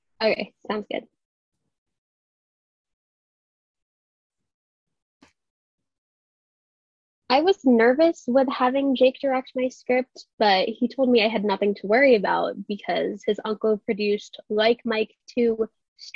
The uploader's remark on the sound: A Zoom Shoot Of a Depaul Film Class Project